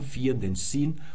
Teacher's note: Das ist also noch kein langes I, sondern das ist ein Diphthong